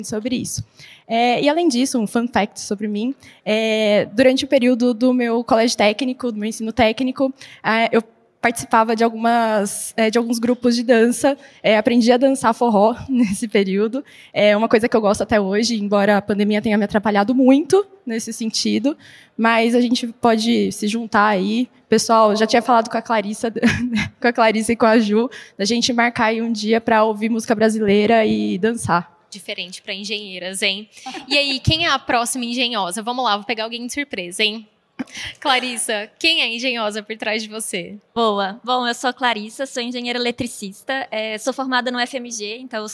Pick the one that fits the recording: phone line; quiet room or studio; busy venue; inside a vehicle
busy venue